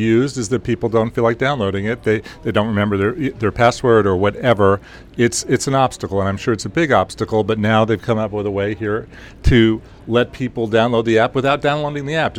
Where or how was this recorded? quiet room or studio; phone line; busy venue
busy venue